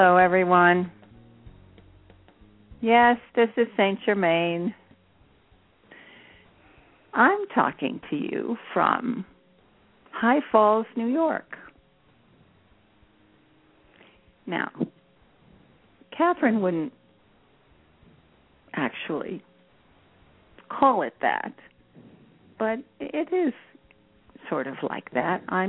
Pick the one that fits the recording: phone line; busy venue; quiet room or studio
phone line